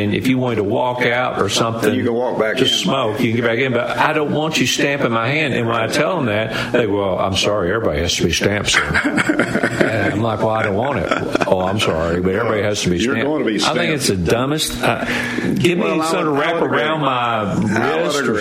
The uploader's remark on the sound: LIVE from Daytona International Speedway!